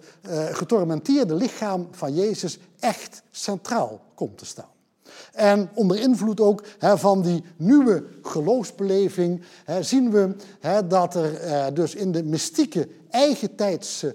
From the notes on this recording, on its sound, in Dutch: Deze lezing werd opgenomen in Museum Catharijneconvent op 9 oktober 2020 en is georganiseerd vanwege de tentoonstelling Body Language.